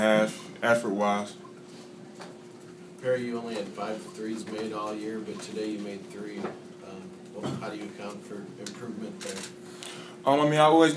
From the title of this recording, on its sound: Press Conferences & Post-Game Interviews